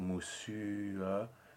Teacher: You really make sure that the important sound here is the U, and then the schwa releases from that. So moussu, and not moussu, where you really heading towards emphasize the schwa at all. · Term: release vowel